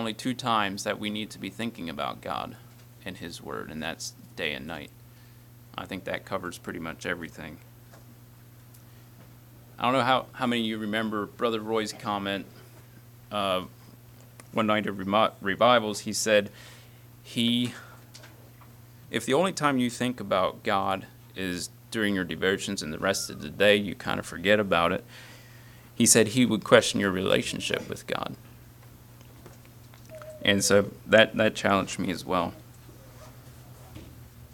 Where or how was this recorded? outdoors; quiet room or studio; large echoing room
large echoing room